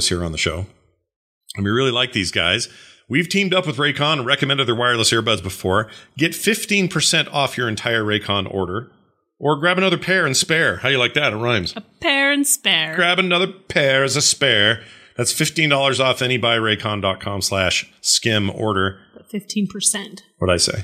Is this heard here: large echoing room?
no